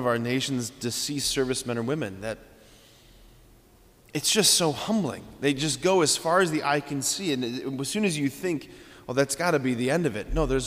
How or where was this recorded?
large echoing room